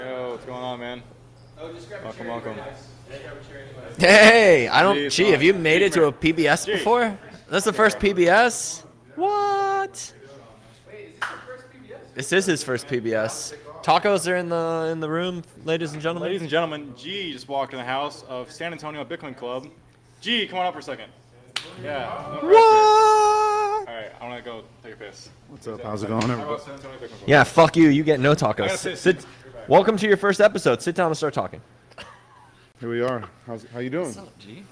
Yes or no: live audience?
yes